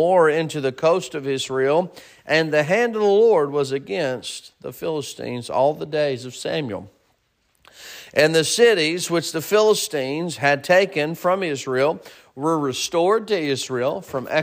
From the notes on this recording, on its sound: Sermon preached at Mid County Baptist Church